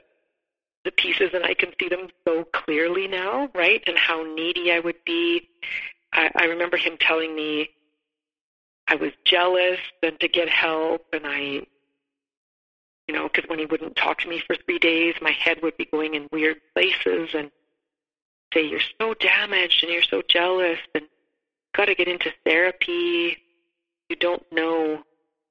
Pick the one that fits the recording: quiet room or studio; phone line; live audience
phone line